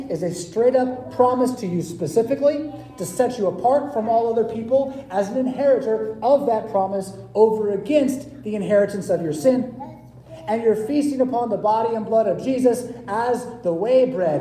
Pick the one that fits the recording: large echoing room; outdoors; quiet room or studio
large echoing room